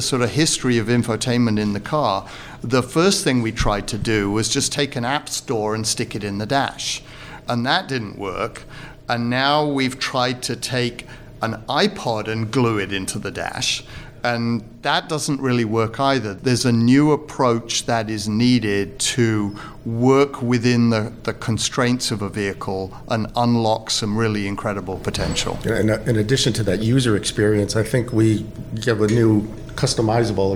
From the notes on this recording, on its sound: Recorded live at the COVESA Connected Car meeting in Detroit.